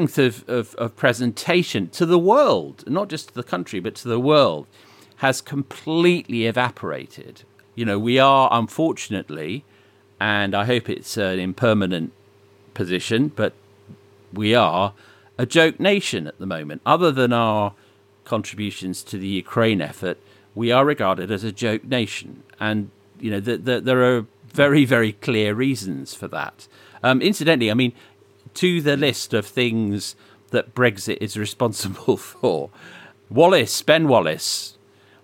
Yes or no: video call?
no